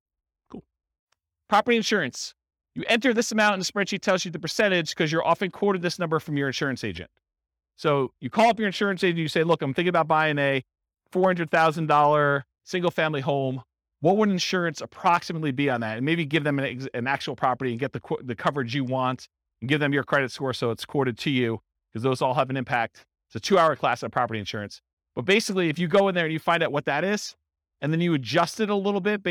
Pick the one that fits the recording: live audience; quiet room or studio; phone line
live audience